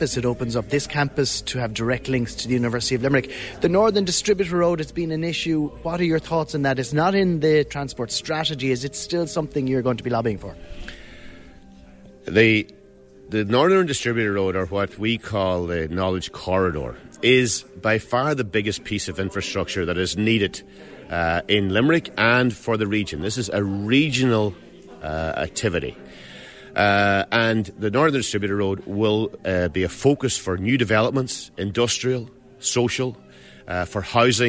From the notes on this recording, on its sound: at the launch of the inaugural strategic plan for TUS Midlands Midwest in the Millenium Theatre at the TUS campus in Moylish